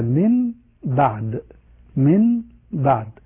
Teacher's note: قلب النون الساكنة أو التنوين ميما مخفاة مع الغنة إذا أتى بعدها حرف الباء · Term: القلب